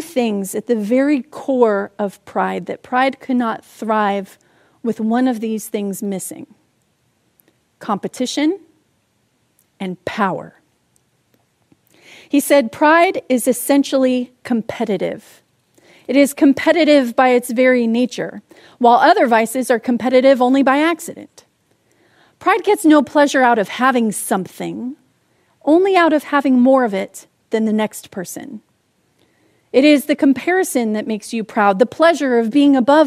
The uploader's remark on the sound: Palm Sunday message delivered during the Contemporary Worship Service. San Marino Community Church.